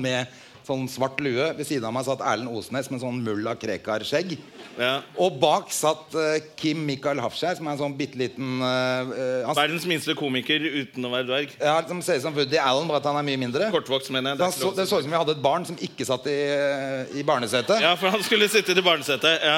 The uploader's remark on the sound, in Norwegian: LIVE fra Oslo Podfest. By Moderne Media.